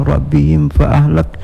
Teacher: min mati bertemu dengan fa, yaitu dengan idhar tidak berdengung, idhar syafawi